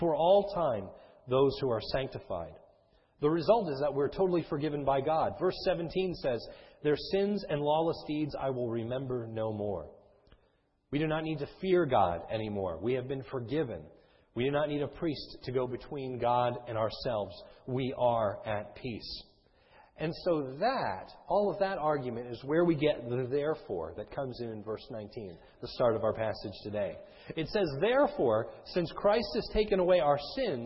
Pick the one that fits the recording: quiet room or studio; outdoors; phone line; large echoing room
large echoing room